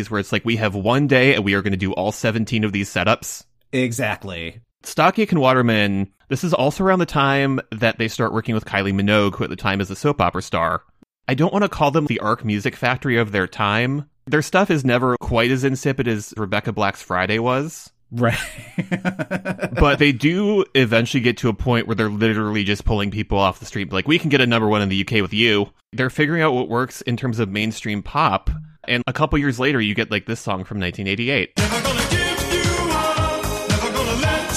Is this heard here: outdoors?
no